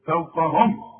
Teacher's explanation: شوف الميم دي أنا وقفت إزاي عليها؟ ما غنتهاش، أظهرتها وضميت شفايفي خلاف الإخفاء